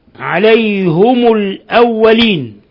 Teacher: بضم الهاء والميم في لفظ في الضمير عليهم